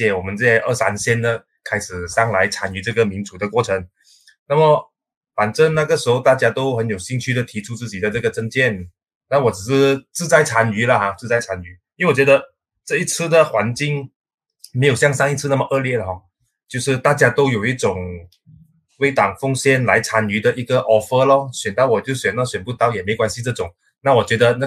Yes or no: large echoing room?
no